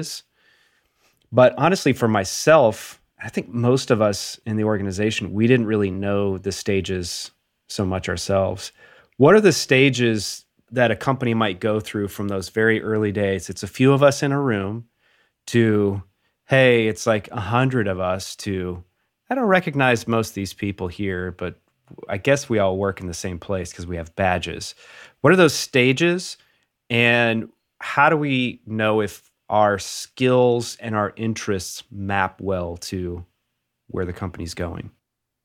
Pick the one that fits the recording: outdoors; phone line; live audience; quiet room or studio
quiet room or studio